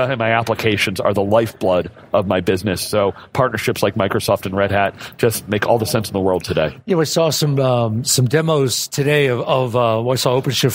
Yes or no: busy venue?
yes